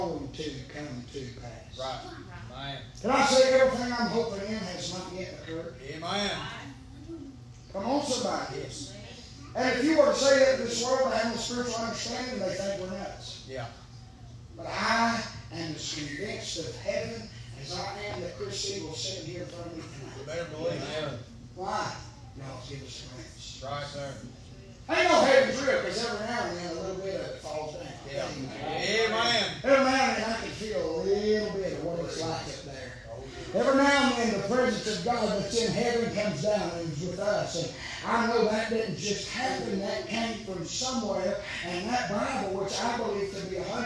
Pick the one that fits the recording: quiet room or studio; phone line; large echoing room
large echoing room